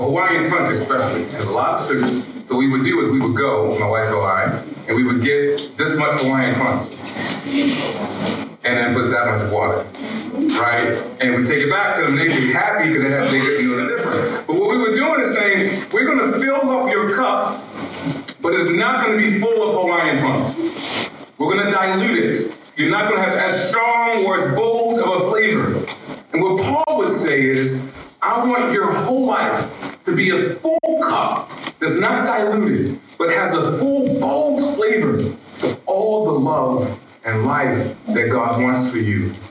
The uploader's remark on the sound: We apologize we had technical issues with our soundboard recordings this weekend, but were able to scramble and record on an iPhone. At our Winter Meltdown weekend retreat for middle and high school students!